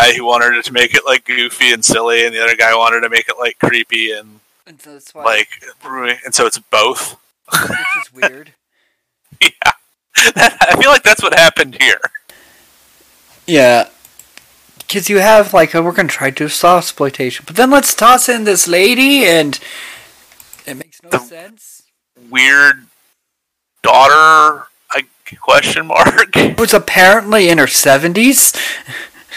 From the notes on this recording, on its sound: tried a different recording method that didn't quite work out